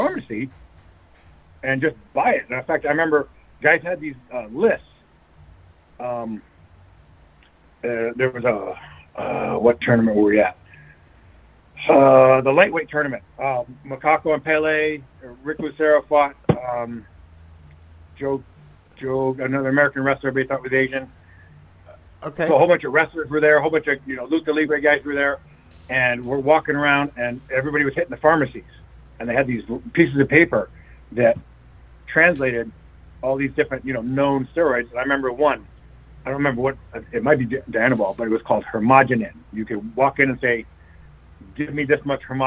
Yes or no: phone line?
yes